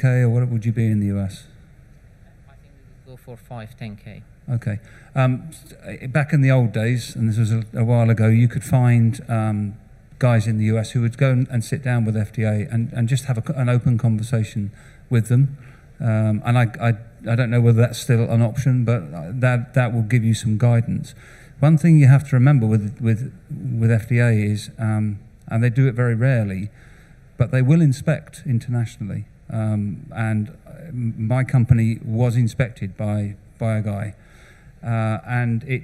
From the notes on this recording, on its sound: Recorded at Med-Tech Innovation Expo 2022